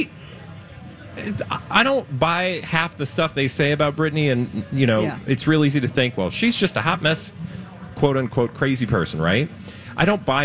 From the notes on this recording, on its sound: live from the Minnesota State Fair!